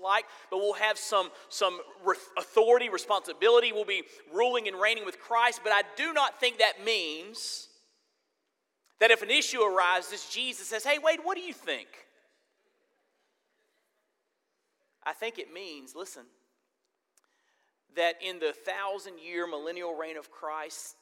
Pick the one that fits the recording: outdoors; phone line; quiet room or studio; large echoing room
large echoing room